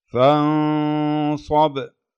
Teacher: فانصب جاء بعد النون حرف مفخم الصاد، فخمنا الغنة · Term: غنة الإخفاء